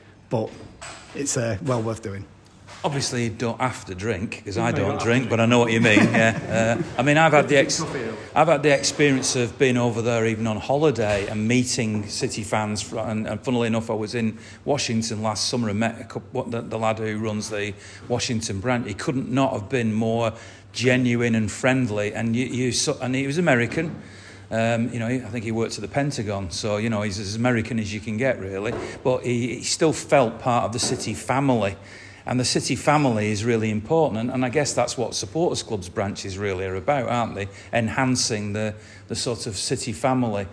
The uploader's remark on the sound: live at the Bury MCFC official supporters